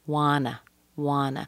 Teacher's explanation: The want plus the to is very commonly connected together. You get wanna. You can say want to.